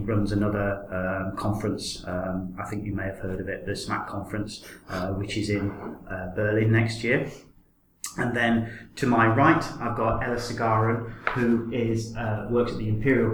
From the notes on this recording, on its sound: I was fortunate to be able to have a good chat at the ICS State of the Art 2016 conference